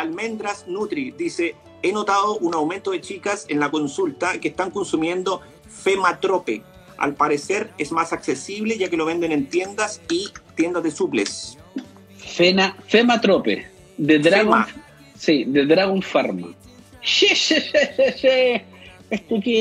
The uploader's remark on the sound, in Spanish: Conversaciones desde instagram